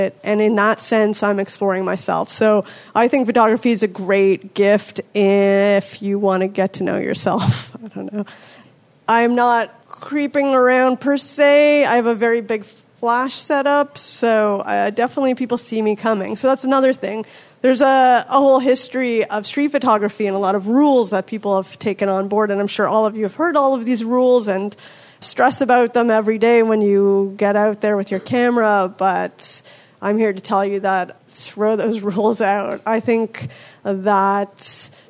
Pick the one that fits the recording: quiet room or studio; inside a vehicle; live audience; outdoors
live audience